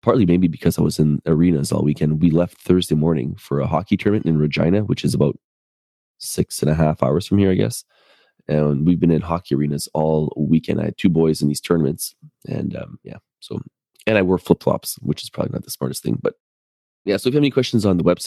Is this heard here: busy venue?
no